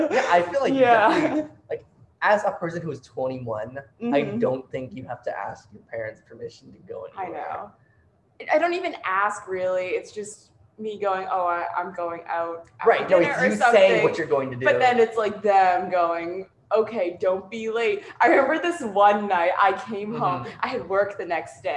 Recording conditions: poor microphone